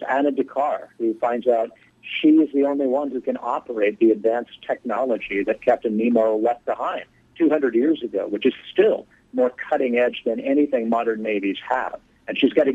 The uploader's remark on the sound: called in for a chat